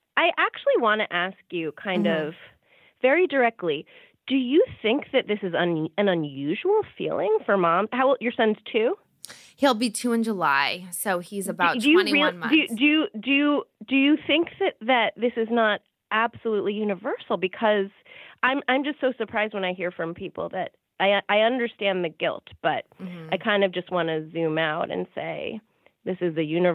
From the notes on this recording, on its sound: During this phone call.